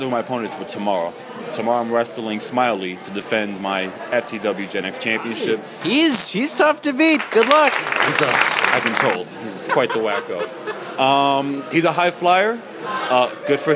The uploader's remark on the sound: Recording on 1/28/27 at the Legends Bar in NYC